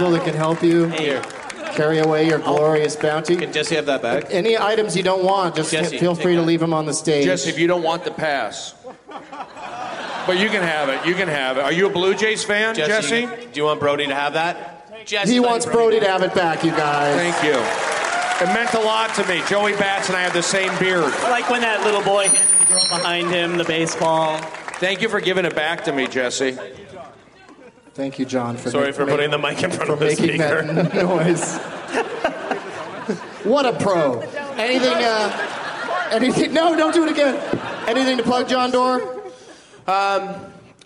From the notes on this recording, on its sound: Live from Toronto's Just For Laughs Festival.